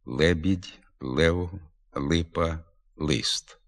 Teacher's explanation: На Наддніпрянщині і суміжних з нею територіях звук «л» перед «е» та «и» звучить як нейтральне, не тверде і не м'яке, злегка пом'якшене лише, середнє «л»